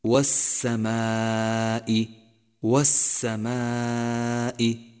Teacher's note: صفة الرخاوة، حيث يجري الصوت مع الحرف، تأمل ذلك في حرف السين